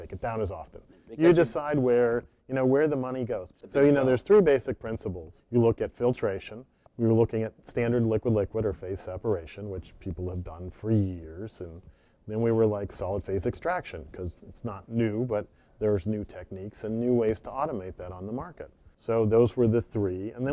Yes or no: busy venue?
yes